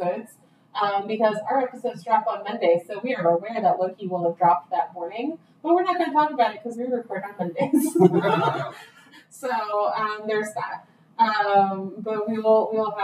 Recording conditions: distortion